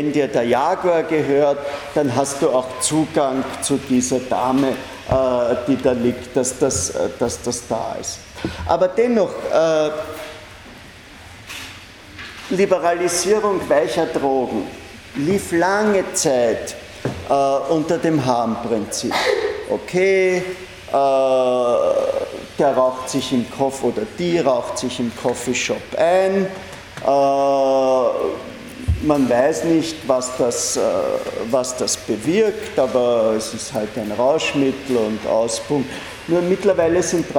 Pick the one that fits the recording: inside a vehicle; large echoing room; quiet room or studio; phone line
large echoing room